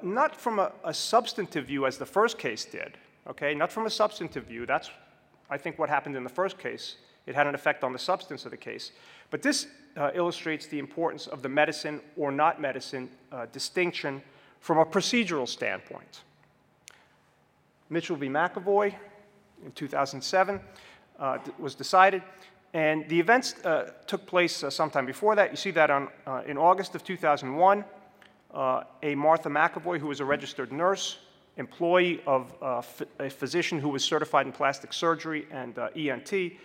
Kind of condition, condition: setting, large echoing room